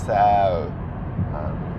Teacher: Sort of an upwards tense, I feel it in my cheeks when I'm saying so, and then I really round my lips and protrude my lips at the end of that so, versus when I say it myself, so I go straight or very quickly towards that final lip position, and the overall duration of the vowel is much shorter.